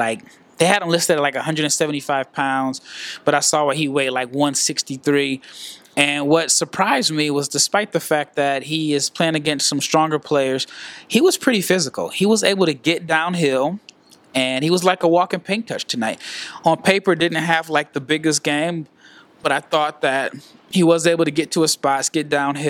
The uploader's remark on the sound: Live from Henderson, NV. At the first annual G League Invitational.